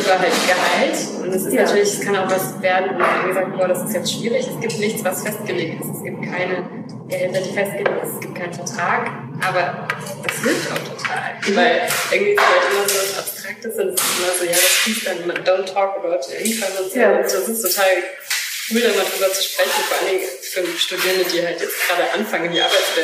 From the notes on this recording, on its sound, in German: Leider ist diese Folge geprägt von Soundproblemen